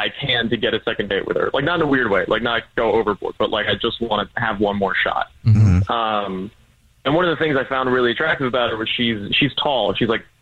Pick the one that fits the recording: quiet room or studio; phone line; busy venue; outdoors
phone line